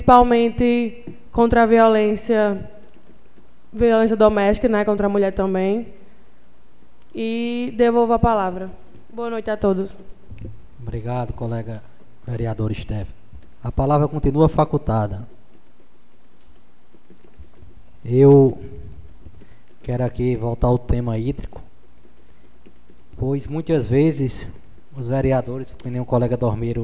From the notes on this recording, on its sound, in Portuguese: 02ª Sessão Ordinária de 2023 do Poder Legislativo do município de Jardim do Seridó/RN. Transmitido ao vivo no dia 06 de março de 2023, diretamente do Plenário Dr. Manoel de Medeiros Brito, anexo I da Câmara Municipal.